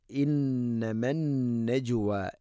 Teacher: പത്താമത്തെ ആയത്ത്, ഇന്നമൻ നജ്വ, ഇന്ന നൂന്ന് ശദ്ദ് മണിക്കണം, ഇന്നമൻ നജ്വ, ഇന്നമൻ, രണ്ട് സ്ഥലത്തും നൂന്ന് ശദ്ദുണ്ട്, മണിച്ചുകൊണ്ട് ഉച്ചരിക്കണം